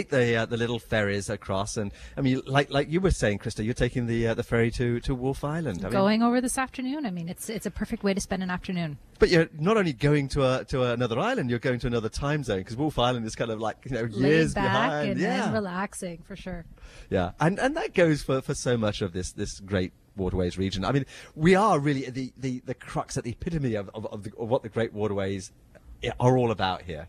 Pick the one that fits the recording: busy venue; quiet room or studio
busy venue